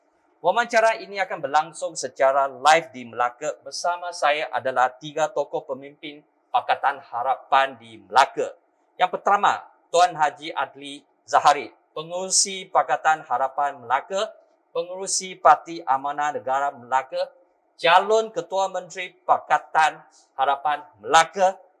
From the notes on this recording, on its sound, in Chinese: 本集访谈为现场录音，收音效果不佳，收听时造成任何不适，敬请原谅